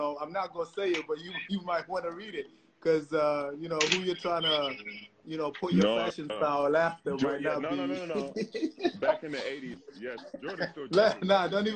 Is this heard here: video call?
yes